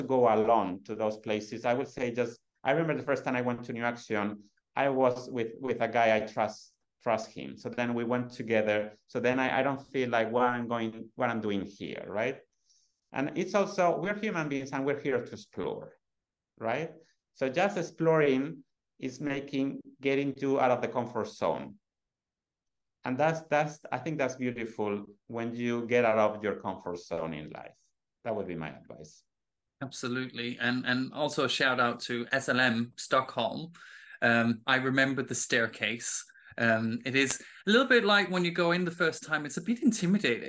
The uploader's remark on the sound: Recorded on 29 September 2023 on Zoom.